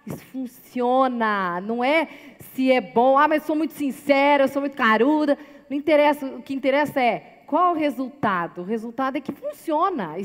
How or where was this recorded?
large echoing room